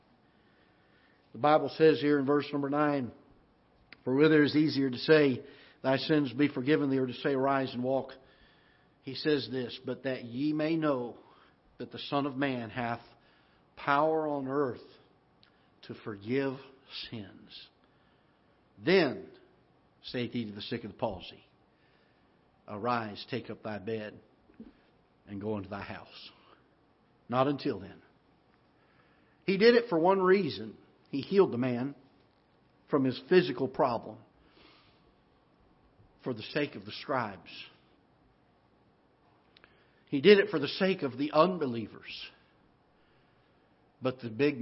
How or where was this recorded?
large echoing room